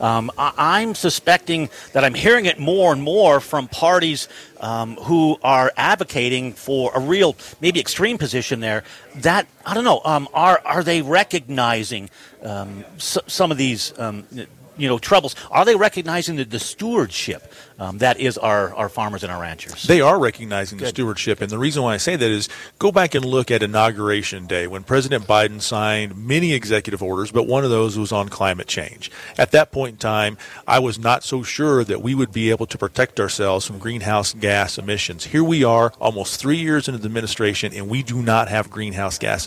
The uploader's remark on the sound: LIVE from the 139th Montana Stockgrowers Convention & Trade Show